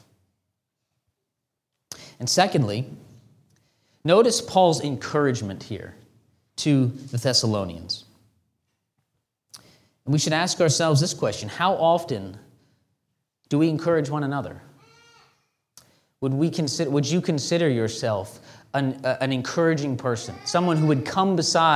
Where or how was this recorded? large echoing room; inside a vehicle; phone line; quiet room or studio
large echoing room